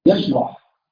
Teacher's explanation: صراحة كلمة يشرح دي بعد الهداية نجد إن فيها اتساق في الصدر، ونجد فيها راحة في القلب، ويا سبحان الله الشين فيها التفشي، وفيها معنى الهمس، وكذلك الحاء فيشرح، تشرح كده الحاء عندما تهمس النفس يذهب معها كل مذهب ويطير معها كل مطار